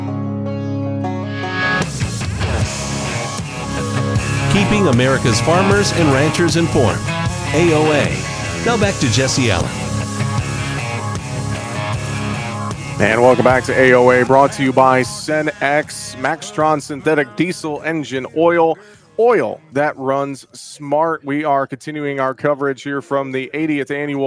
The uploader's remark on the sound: we broadcast live from the NAFB Convention in Kansas City